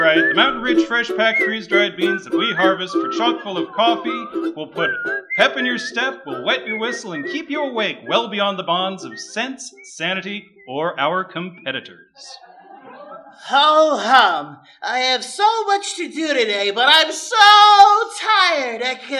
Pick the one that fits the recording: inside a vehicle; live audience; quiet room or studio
live audience